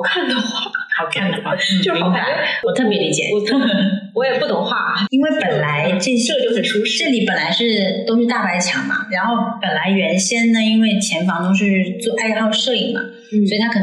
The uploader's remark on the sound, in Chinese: 约这对开民宿的夫妻，临时录了期播客。因为录制空间和设备的问题，本期内容音质不太好，希望你多多包涵。